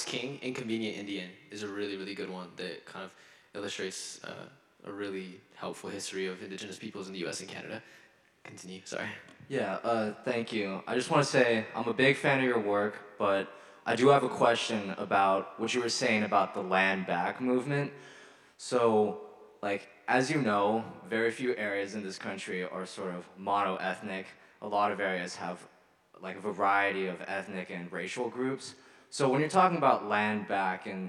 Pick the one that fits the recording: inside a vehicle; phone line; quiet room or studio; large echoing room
large echoing room